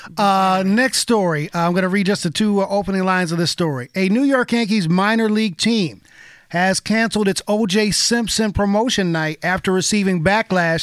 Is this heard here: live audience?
no